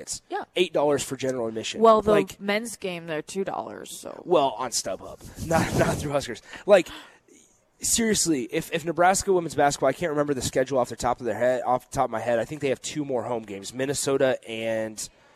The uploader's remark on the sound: Live from the Upside Bar and Lounge